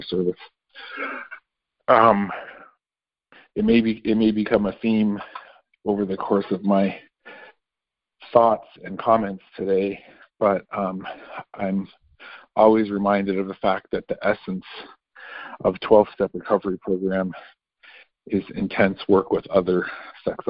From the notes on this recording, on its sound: 2019 New Years Day Phone Conference